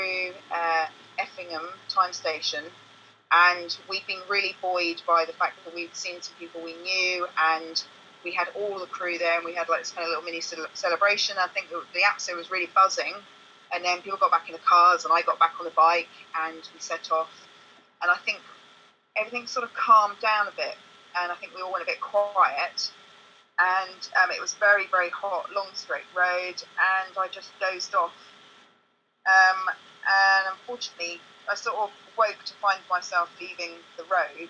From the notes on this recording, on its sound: The sound quality is the best we could get as we were experiencing technical difficulties during the call to London.